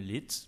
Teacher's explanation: Des mots comme « lit » et « bout » peuvent encore aujourd'hui très souvent s'entendre avec le maintien du T final